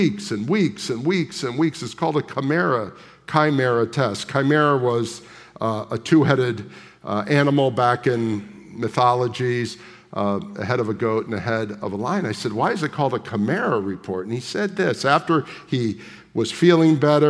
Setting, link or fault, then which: setting, live audience